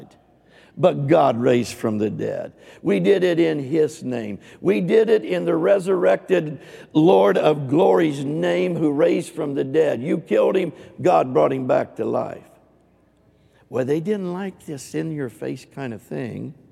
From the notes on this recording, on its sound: Recorded live on 3/27/22.